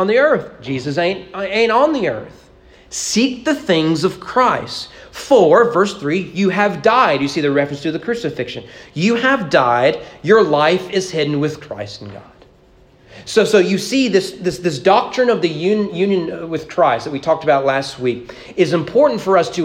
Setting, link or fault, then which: setting, large echoing room